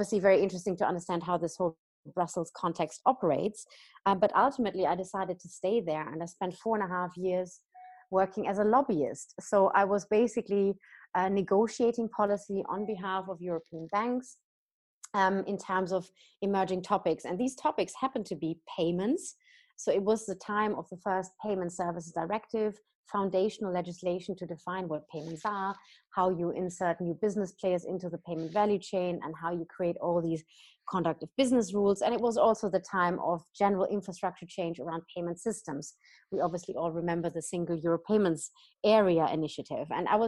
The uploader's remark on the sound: joined over Zoom